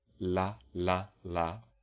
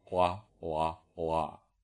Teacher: the darkness is a bunching up of the back of the tongue · Shown in: second take · the difference between clear L and dark L is that dark L has tongue root retraction